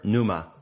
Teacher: But I have a feeling that in Greek, as in English, they tended to just, the P tended to just drop out. So you would normally just hear pneuma